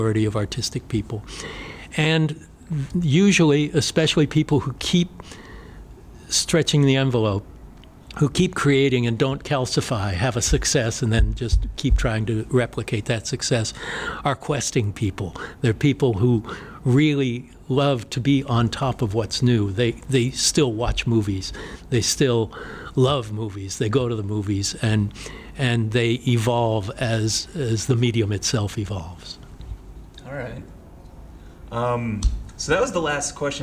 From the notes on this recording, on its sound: LIVE from the Motor City Legacy Horror Convention in Detroit Michigan